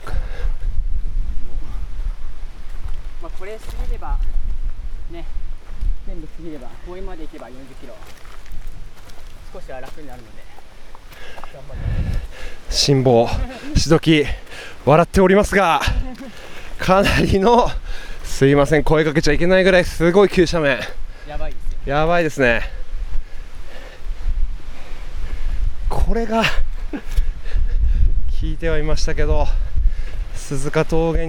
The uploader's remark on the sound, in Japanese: 鈴鹿山脈を進むトップ選手の実走インタビュー。A1安楽峠の様子。